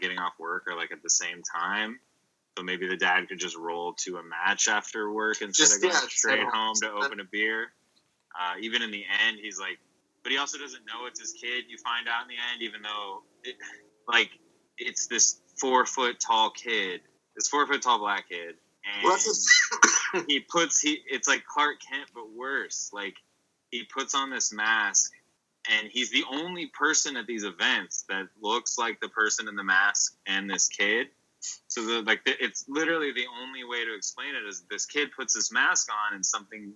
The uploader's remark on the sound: We tried recording this episode on Skype and ran into a number of issues with the audio saving/skipping randomly so I edited it the best I could.